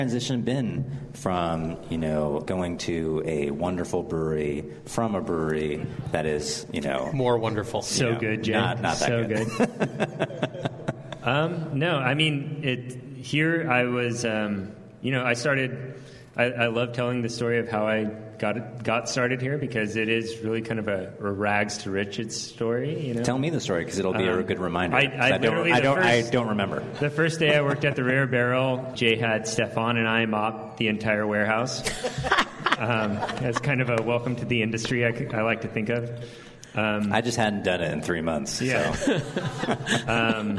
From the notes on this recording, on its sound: The Sour Hour continues its broadcast live from The Rare Barrel!